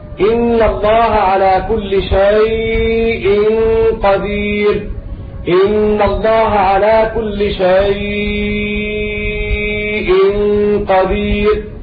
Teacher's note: بعض الرواة عن ورش لم يمد توسطا ومدا إلا في كلمة شيء فقط، فيقرأ هكذا الأزرق: إن الله على كل شيء قدير، إن الله على كل شيء قدير.